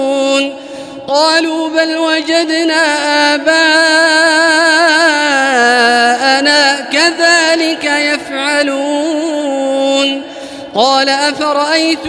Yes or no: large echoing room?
yes